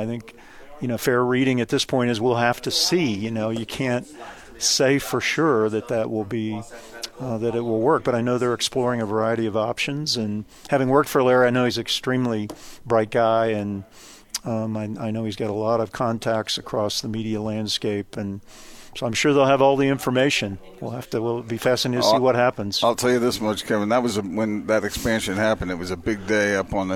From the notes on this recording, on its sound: Joined the show at BYU Media Day.